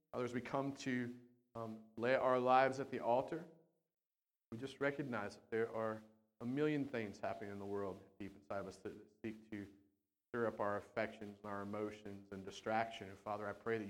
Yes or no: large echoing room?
yes